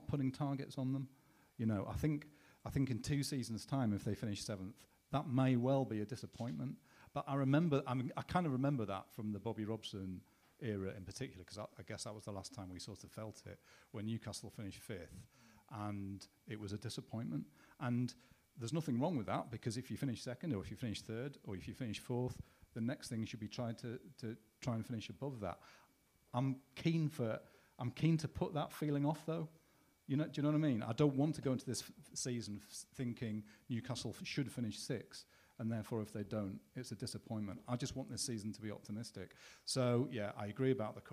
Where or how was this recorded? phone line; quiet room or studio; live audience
live audience